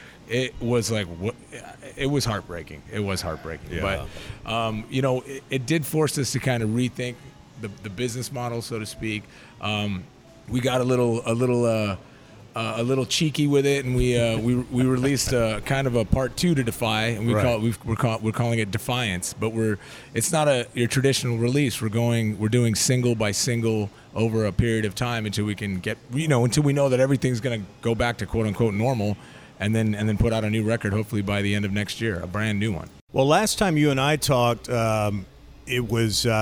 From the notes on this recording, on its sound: Left the studio and went on location for the Rock 30 Thanksgiving weekend special to Wise Guys in Round Rock, TX. Left the studio and went on location for the Rock 30 Thanksgiving weekend special to Wise Guys in Round Rock, TX.